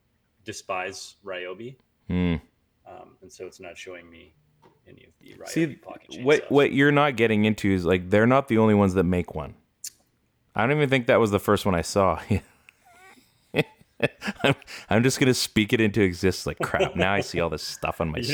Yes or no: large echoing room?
no